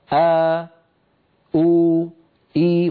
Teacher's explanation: فيبدأ الصوت بوترين منقفلين ثم يبتعدان هكذا إي، وهكذا يكون مخرج الوترين في الهمزة. · Term: الهمزة المتحركة